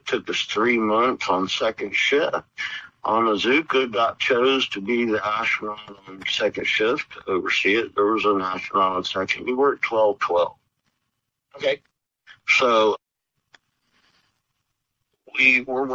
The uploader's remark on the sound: Via phone, so the audio quality is not pristine. However, we have done our best to clean it up.